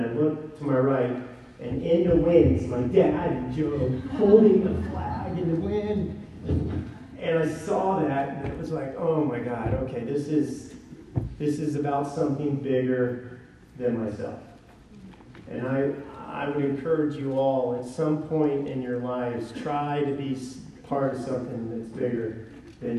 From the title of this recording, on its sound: Given at NCYC, Indianapolis,